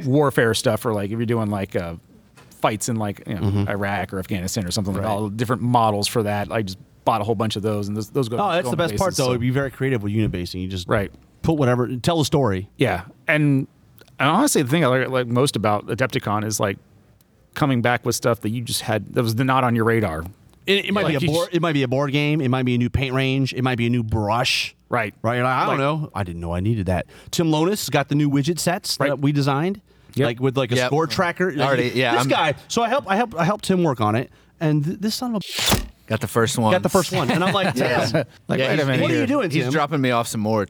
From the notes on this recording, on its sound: Counter Charge kicks off our on-site Adepticon coverage with recordings from Weds March 22, 2023.